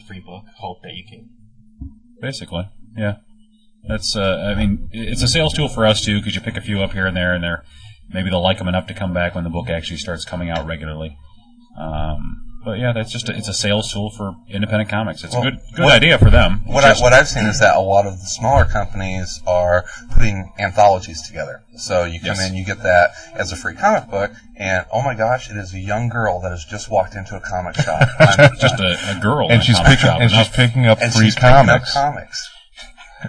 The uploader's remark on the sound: Around Comics begins recording at their new home Dark Tower Comics!